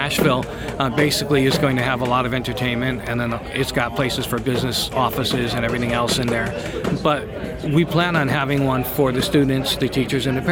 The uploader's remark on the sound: We speak with a few of the attendees of Artist Relation's Endorse Expo. We also interviewed manufacturers like IK Multimedia and Fir IEMs on their latest gear revealed for Summer NAMM 2021!